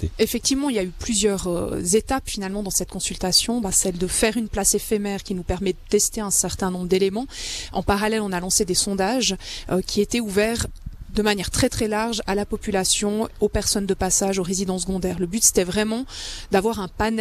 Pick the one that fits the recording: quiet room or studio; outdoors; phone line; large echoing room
outdoors